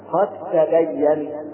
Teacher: فنحذف الدال تماما وننطق بالتاء مشددة